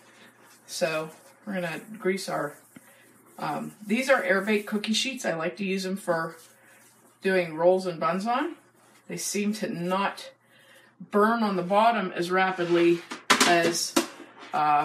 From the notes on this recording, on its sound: Our first live podcast!